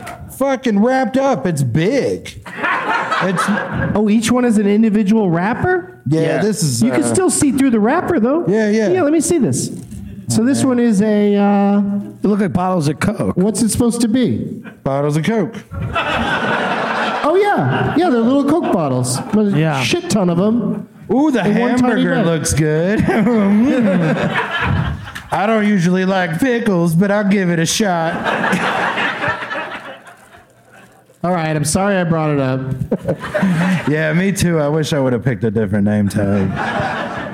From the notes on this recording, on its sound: Live from Goodnights Comedy Club in Raleigh